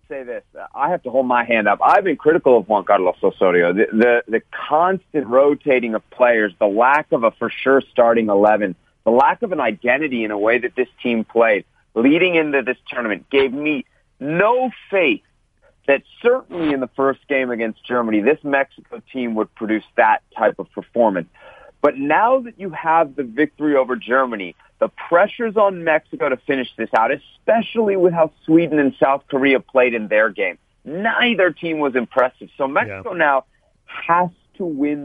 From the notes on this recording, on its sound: Called in to give the boys an update from Russia.